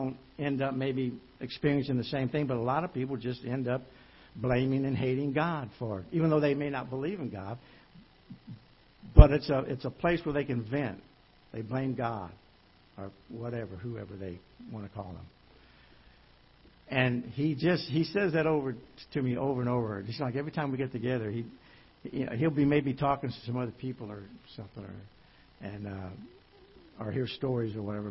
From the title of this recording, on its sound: Ketha Heights Baptist Church ~ Live Broadcast